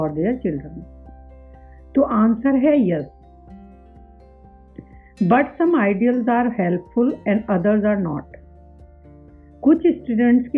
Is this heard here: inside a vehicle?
no